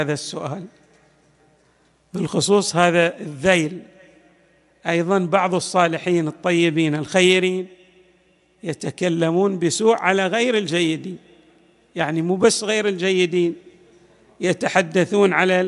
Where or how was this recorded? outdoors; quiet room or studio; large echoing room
large echoing room